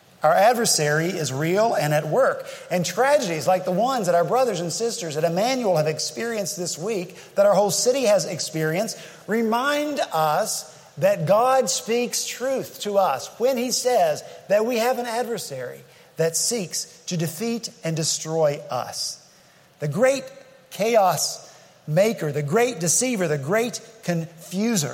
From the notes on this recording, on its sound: At Redeemer Presbyterian Church in Charleston, SC